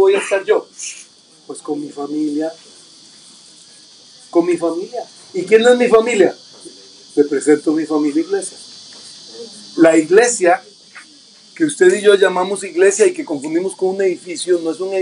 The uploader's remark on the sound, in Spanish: desde un parque en la reunión familiar de la Familia-Iglesia de Sydney, Australia.